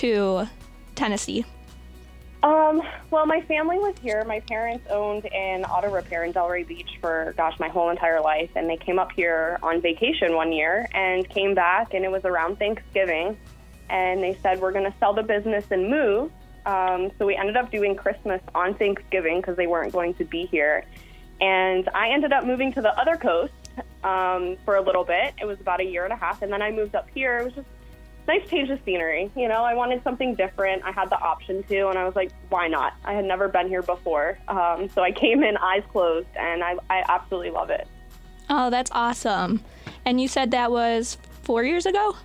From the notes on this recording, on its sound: joined on the phone